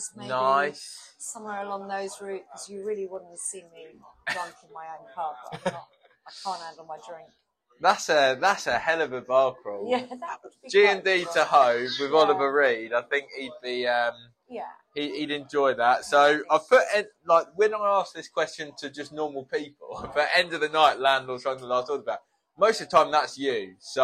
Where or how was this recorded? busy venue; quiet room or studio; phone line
busy venue